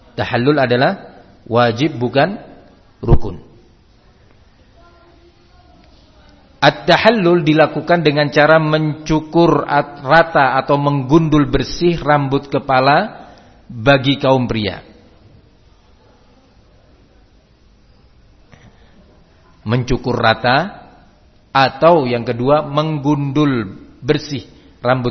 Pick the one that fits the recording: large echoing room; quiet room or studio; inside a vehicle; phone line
large echoing room